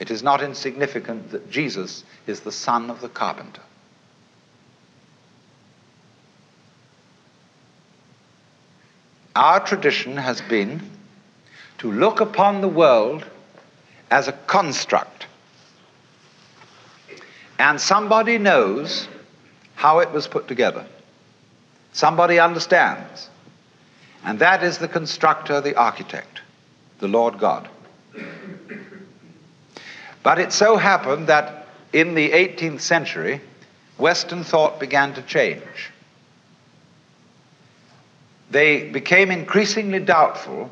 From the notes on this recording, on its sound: In this intimate session. A seminar session from SMU in 1965.